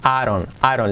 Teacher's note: La D como una R suave